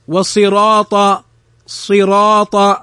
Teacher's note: نلحظ أن الراء مفتوحة فنفخمها